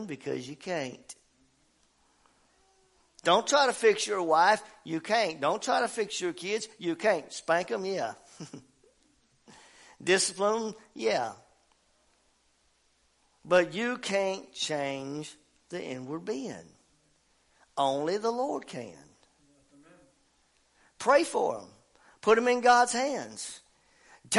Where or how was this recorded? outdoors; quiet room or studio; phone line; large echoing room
large echoing room